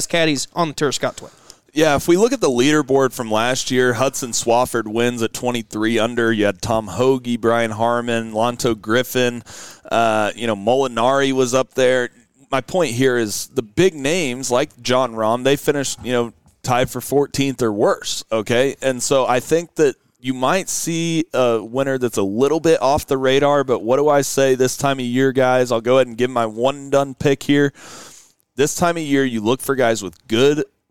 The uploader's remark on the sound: LIVE FROM JIMMIE AUSTIN!